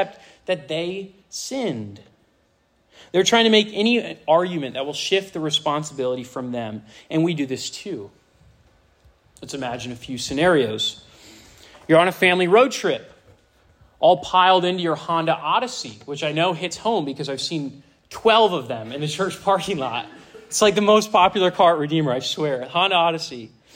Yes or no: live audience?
yes